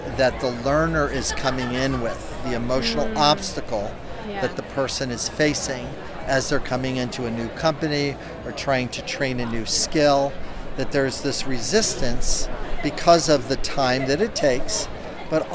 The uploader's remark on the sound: Straight from the expo floor. We interviewed real-life attendees.